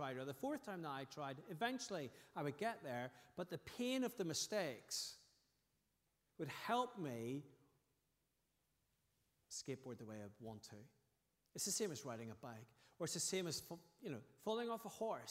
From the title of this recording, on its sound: Sunday 20th August 2023 evening service